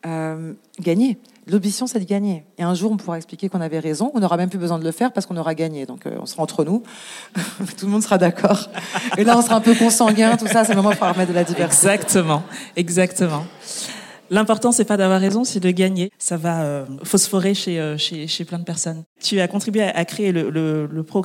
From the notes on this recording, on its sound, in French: Cet épisode a été enregistré en public. Cet enregistrement en public a été rendu possible grâce au soutien de L'Ascenseur , un collectif d'associations réunies sous un même toit pour oeuvrer à plus d'égalité des chances.